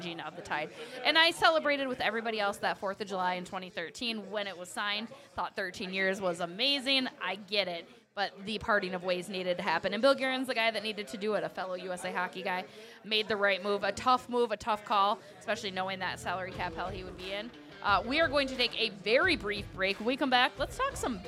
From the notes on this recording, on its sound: LIVE from Racks in Burnsville! We are live from Racks Sports Bar & Grill.